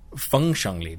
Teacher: That's a high tone and a leveling tone. And that just makes you crazy. · Term: first tone